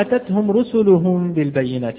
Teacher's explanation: فمثلا إذا قلنا أتتهم رسلهم بالبينات، مثلا أتتهم رسلهم بالبينات، فنحن لدينا تاء متحركة وهذه فيها صفة الهمس ولكنها متحركة فتكون واضحة، ولكن التاء الساكنة إذا لم أحقق هذه الصفة في هذا الحرف الساكن فسيخرج هذا الحرف حرفا آخر.